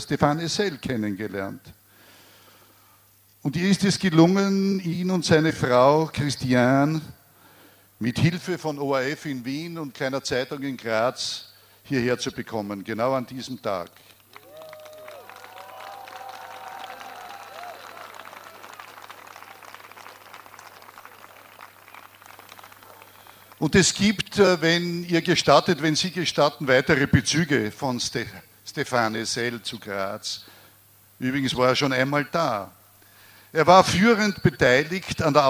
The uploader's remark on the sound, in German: Aufzeichnung der Ansprache. Live Mitschnitt: Radio Helsinki, Freies Radio Graz. Ort: Mariahilferplatz, Graz.